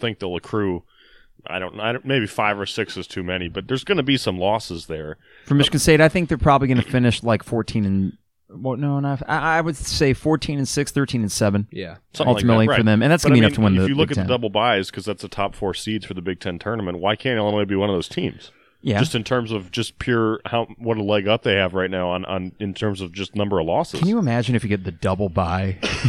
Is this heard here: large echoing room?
no